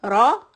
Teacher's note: Ra is heavy. The mouth is open.